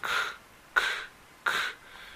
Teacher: Es la K. Pongan su mano en su cuello y hagan k, no hay vibración.